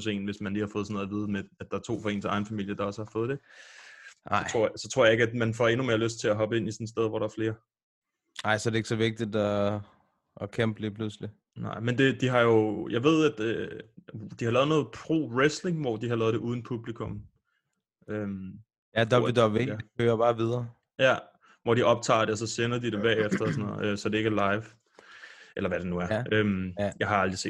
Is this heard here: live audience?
no